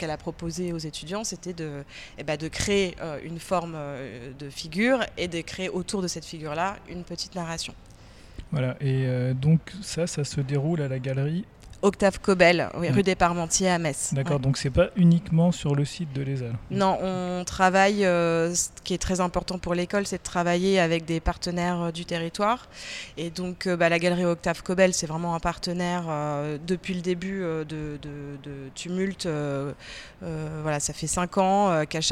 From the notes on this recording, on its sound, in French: Un échange enregistré lors de l'édition 2023 du festival Le Livre à Metz.